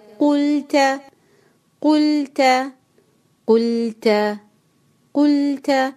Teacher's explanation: قاف ہیوی، لام لائٹ تا لائٹ. قلت اس کو آپ قل ہیوی نہیں پڑھیں گے، قلت لام کو لائٹ پڑھیں گے